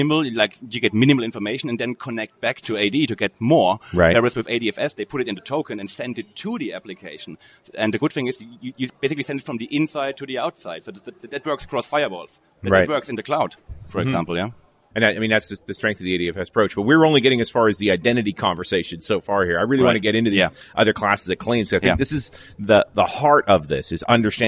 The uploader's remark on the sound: While at the Norwegian Developers Conference in Oslo